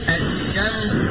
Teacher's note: طيب وسمي إدغاما شمسيا لأننا إذا نطقنا كلمة الشمس وجدنا أن اللام مدغمة في الشين